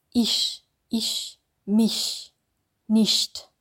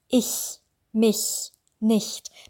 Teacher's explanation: Bei den Teilnehmerinnen und Teilnehmern, zum Beispiel aus Polen oder aus angrenzenden Ländern, ist es wichtig, darauf zu achten, dass das CH1 auch ganz klar klingt, ganz deutlich durch die richtige Zungenposition und dass es keine Mischung ist aus Sch und Ch. · Shown in: second take · Das muss wirklich ganz hochfrequent klingen.